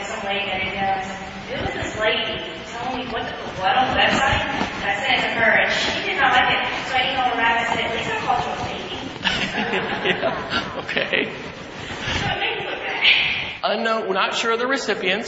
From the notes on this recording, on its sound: keynote address at the Mississippi Educational Computing Association's annual conference on February 8, 2011